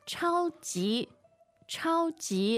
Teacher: And so the word for super is 超级,超级. Now the tones there are first and second. First and second.